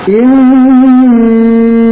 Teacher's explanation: Innahum salah, tapi dengungkan dulu, Bapak. Masukkan ke hidung. Ya. Tahan dua harokat. · Term: Gunnah